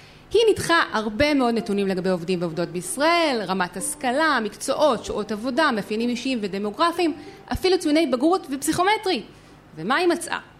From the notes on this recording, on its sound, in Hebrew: חיות כיס לייב. בשבוע שעבר נפגשנו עם המאזינים שלנו בתל אביב והעלינו פרק חי מול קהל.